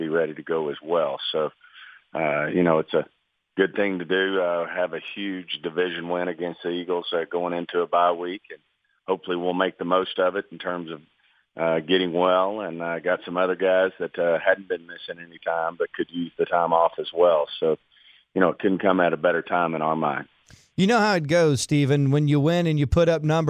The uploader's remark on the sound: called